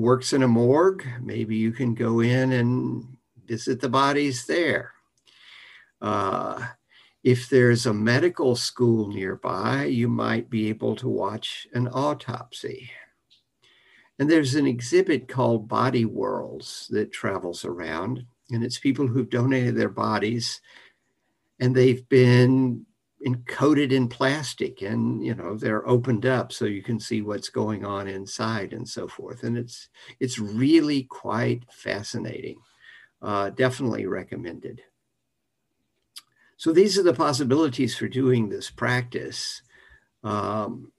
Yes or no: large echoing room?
no